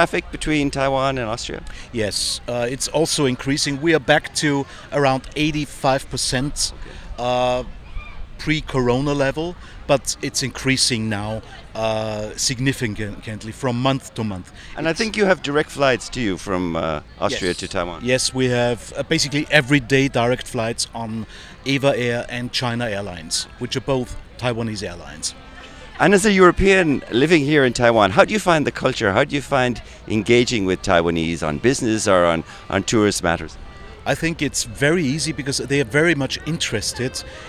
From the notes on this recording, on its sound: We caught up with some of their representatives to find out more at the Europe Festival in Taipei. We caught up with some of their representatives to find out more at the Europe Festival in Taipei.